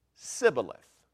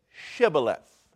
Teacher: They could say a s sound, but they couldn't say a sh sound.